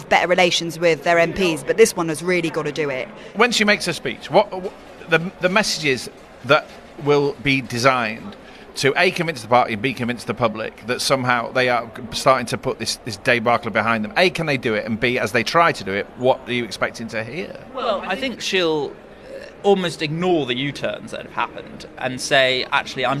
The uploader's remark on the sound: Is at the party’s conference in Birmingham.